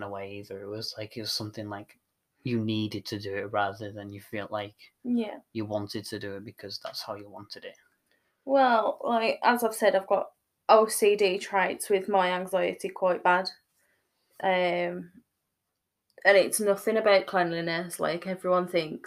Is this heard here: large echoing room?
no